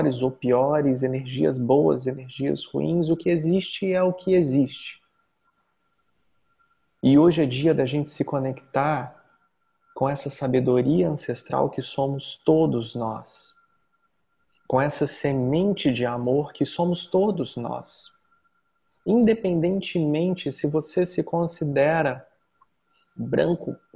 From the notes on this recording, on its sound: Online via Zoom.